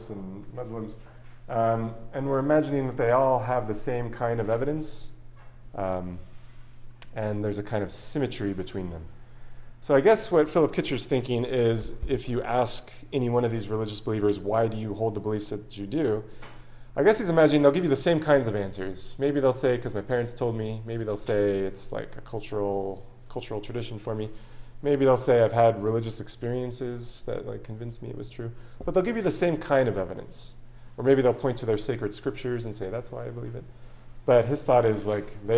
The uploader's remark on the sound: This lecture was given on November 16th, 2023, at The Catholic University of America.